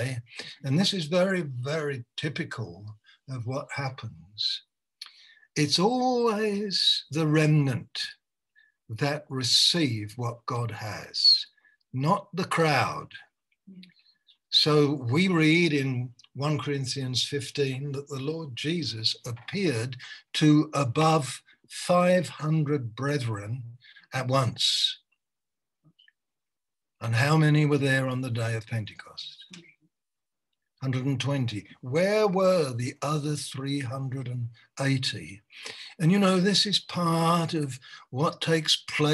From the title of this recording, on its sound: Malaysia Meets (Zoom)